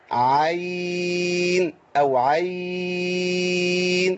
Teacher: والعين من طريق الشاطبية اللي بنقرأ به لنا فيها 4 أو 6 حركات